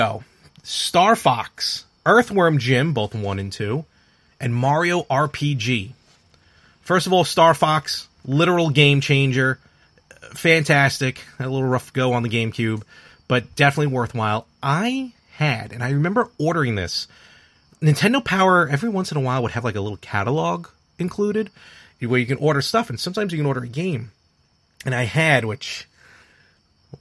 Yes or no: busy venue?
no